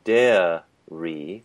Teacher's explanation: we get the square diphthong plus a consonant r in the second syllable